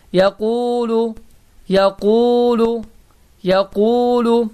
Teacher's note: Və özündən əvvəl gələn hərfin hərəkəsi damma, yəni u olarsa və bu da var, bu zaman damma iki hərəkə miqdarında uzadılacaqdır. Bu zaman bu u saiti iki hərəkə miqdarında uzadılıb belə deyiləcəkdir.